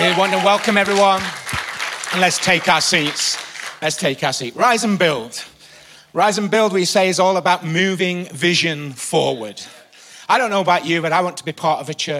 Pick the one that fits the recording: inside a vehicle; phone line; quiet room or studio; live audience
live audience